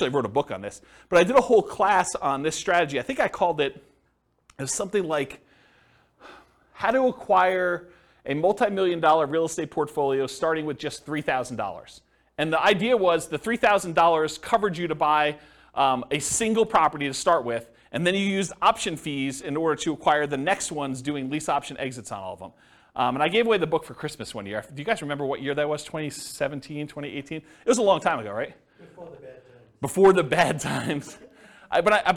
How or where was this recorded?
live audience